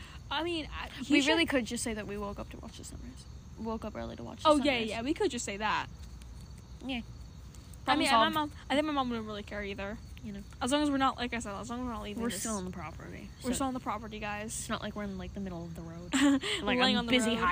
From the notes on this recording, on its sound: are literally outside